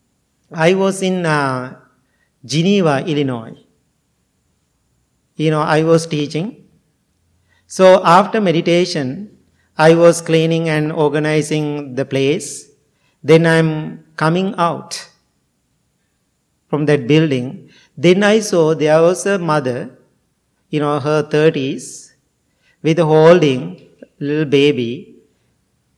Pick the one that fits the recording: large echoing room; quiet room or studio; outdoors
large echoing room